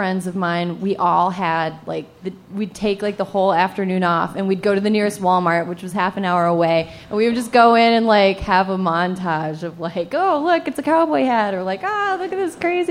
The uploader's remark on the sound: A conversation series in which strangers ask each other questions on stage. This excerpt is from our October regular show at Housing Works Bookstore.